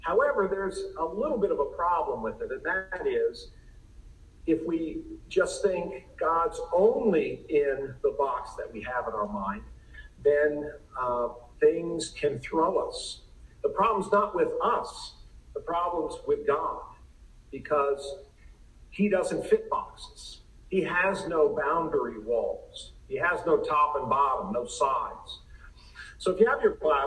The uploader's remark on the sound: Please excuse the sound quality.